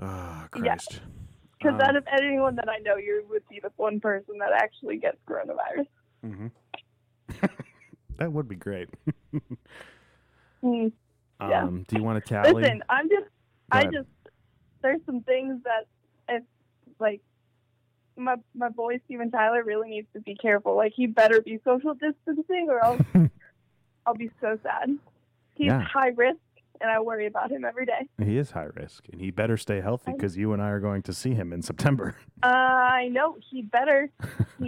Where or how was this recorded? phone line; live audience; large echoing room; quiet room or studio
phone line